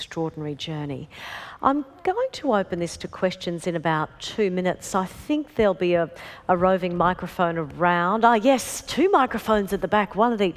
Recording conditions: live audience